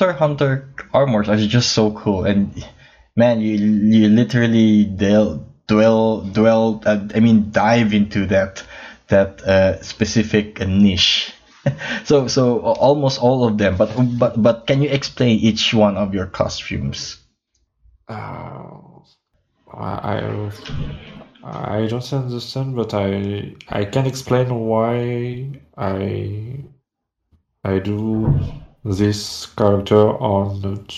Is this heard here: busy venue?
no